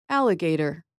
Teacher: It has four syllables. The primary stress is on the first syllable, but the third syllable does have a softer secondary stress.